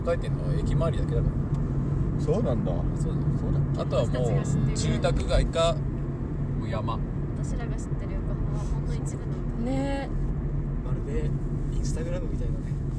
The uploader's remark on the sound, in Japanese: 立ち上げメンバードライブラジオ③ 〜江ノ島到着編〜。収録中は常時マスクを着用しております。車に乗るやいなや録音を始めた。途中で我慢できなくなって車内で音楽が響き始めたのはここだけの話。